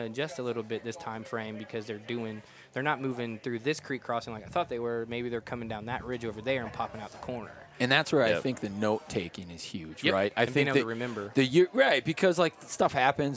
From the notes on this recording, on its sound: at The Nomadic Outdoorsman booth